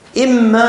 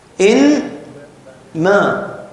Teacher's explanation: إما يبلغن عندك الكبر، ما أصلها؟ إن ما، ولكنها أدغمت النون في الميم وشددت · Shown in: first take